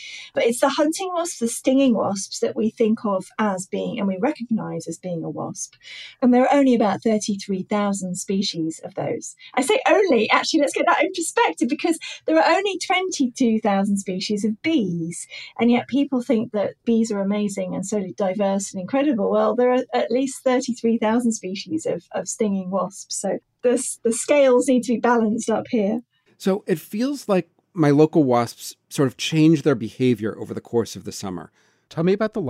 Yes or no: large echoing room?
no